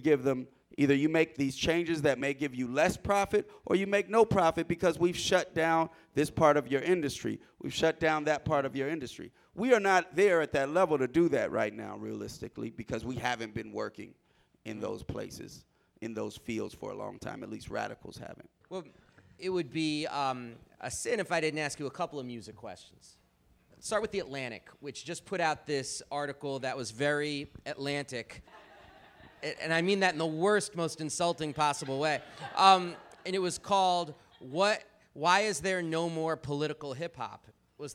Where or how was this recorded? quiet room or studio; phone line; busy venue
busy venue